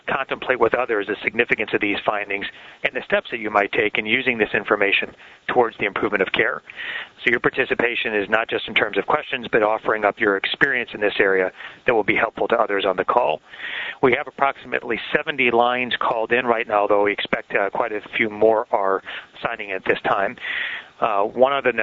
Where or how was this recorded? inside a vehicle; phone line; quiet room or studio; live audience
phone line